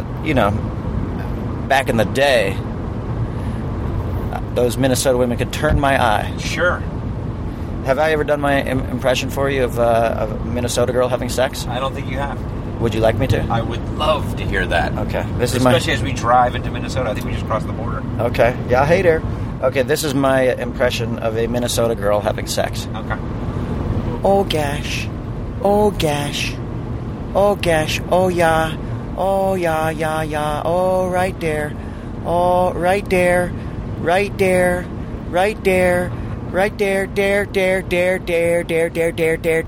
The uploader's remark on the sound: Just toured the Midwest. They recorded as they drove from town to town.